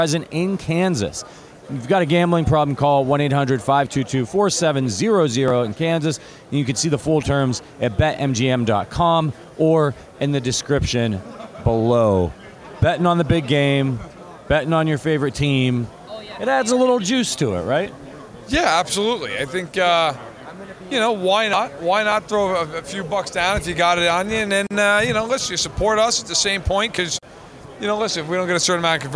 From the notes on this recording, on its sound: Live from Super Bowl LVII.